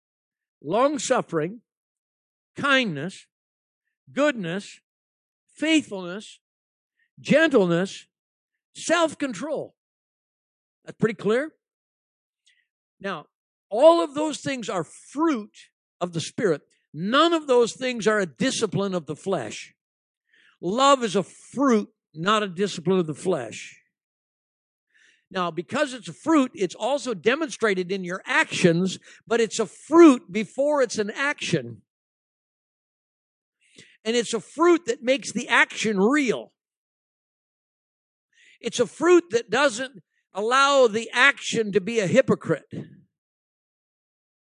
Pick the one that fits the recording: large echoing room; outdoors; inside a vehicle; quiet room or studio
large echoing room